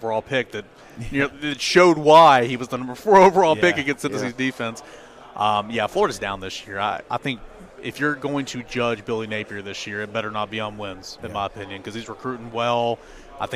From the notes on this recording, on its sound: Joined us live from 2023 SEC Media Days in Nashville Tennessee!